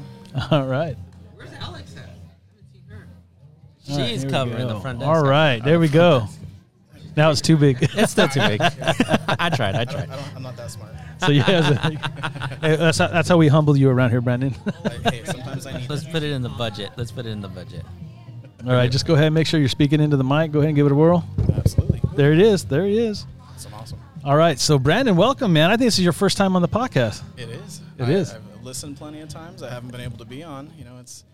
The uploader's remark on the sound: go live at white cane day 2022